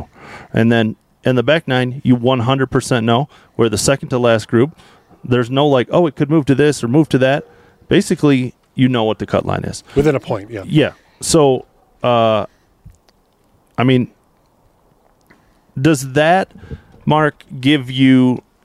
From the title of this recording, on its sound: Live from Barracuda Round 2